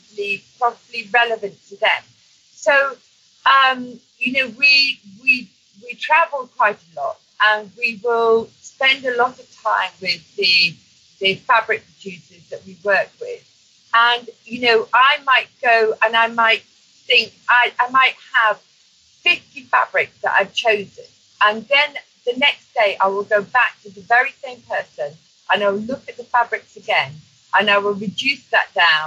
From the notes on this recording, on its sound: Please note that we had audio recording issues with this episode. We did our best in post-production, bug the audio quality is not up to our usual standards.